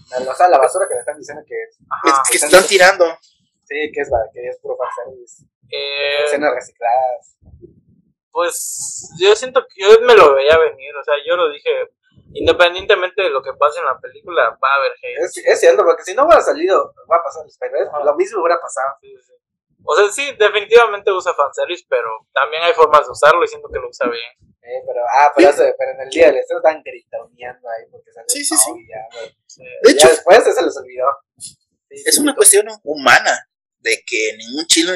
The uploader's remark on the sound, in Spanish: Con problemas de audio pero seguimos.